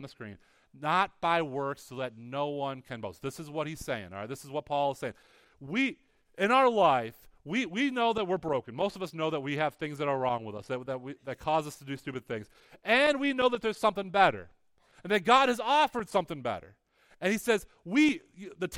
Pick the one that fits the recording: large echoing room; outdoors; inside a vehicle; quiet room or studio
large echoing room